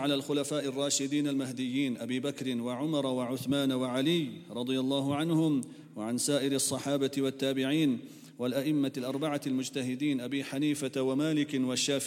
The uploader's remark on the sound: at the Houghton Masjid (West Street)